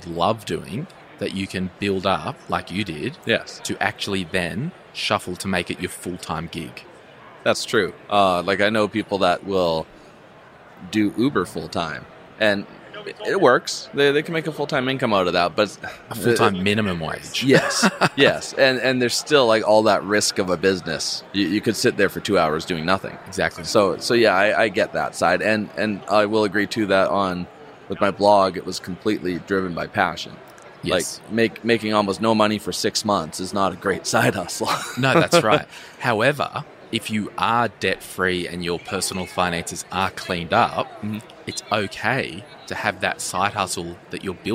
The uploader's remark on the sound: live from Podcast Movement 2019